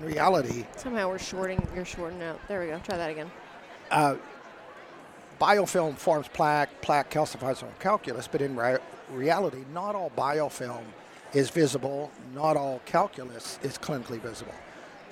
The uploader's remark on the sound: We are excited to have Philips Sonicare as our sponsor for this episode, which was recorded live at their booth in Vancouver, Canada.